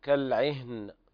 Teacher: وهنا لابد من همس الهاء والوقف على النون بالسكون